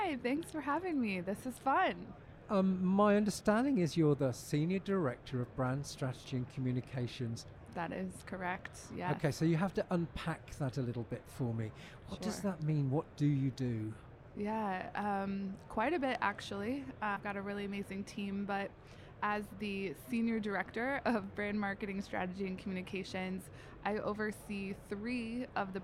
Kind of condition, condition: setting, busy venue